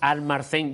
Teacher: yo lo digo con la doble R líquida, así muy, muy, muy gaditano